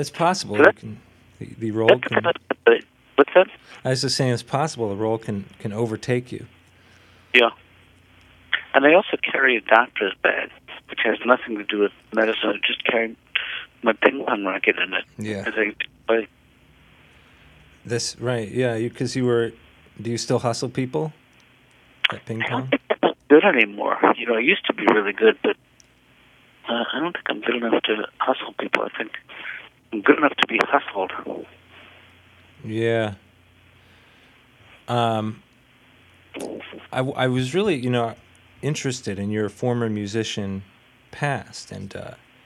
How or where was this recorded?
phone line